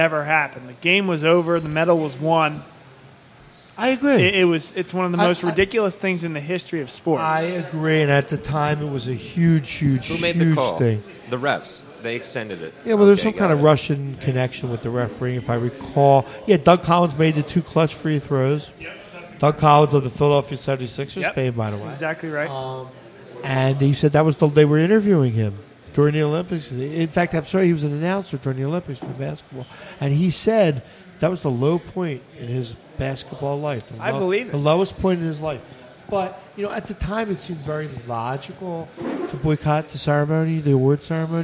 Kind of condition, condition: setting, busy venue